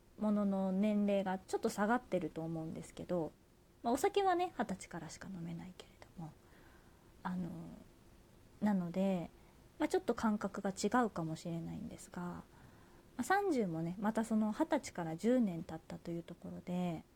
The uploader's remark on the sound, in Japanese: 自宅でスマホによる収録のため様々な騒音が収録されています。